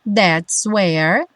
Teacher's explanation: juntando swear, né? Junto o S do that's where